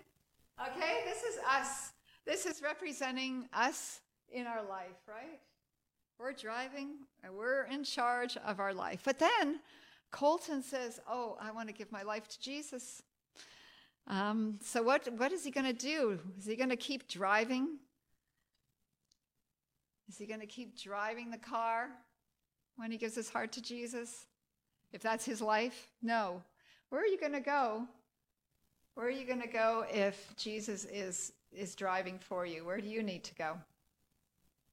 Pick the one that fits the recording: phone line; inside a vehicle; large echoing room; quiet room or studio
large echoing room